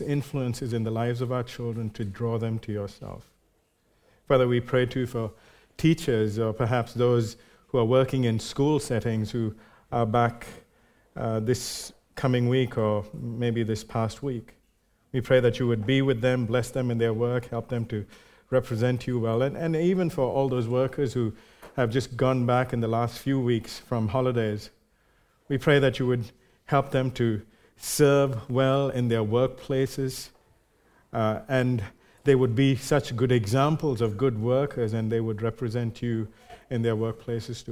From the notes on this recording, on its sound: Recorded live at Grace Community Bible Church.